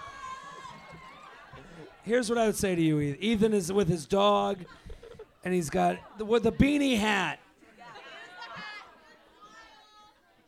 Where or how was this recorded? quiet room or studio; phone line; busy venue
busy venue